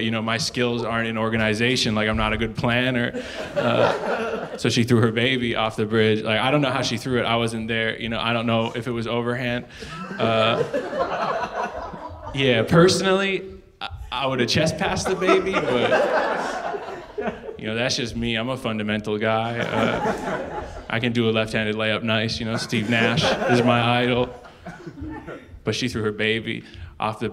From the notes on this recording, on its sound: stand up from the Just For Laughs Festival in 2019